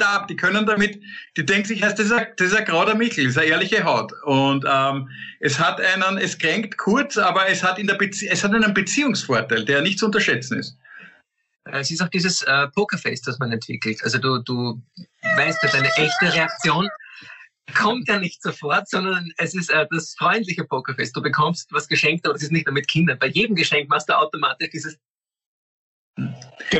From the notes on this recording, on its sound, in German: Eigentlich sollten die Drei ja um diese Zeit auf der Bühne stehen. Indem sie einander via Skype am Abend beim Reden zusehen.